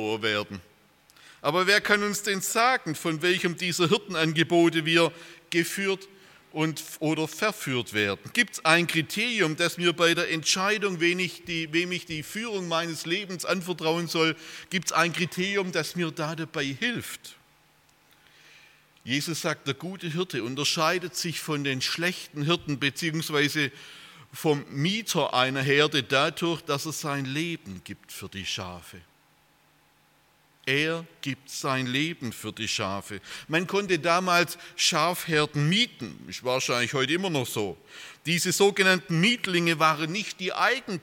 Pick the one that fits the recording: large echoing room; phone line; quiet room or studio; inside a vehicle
large echoing room